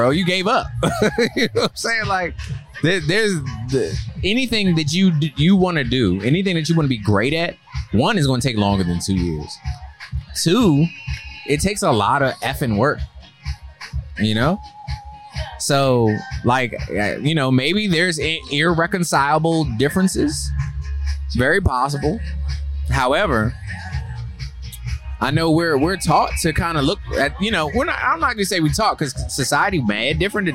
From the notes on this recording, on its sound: We took the LAID Podcast on the road to the DJ Sound Off battle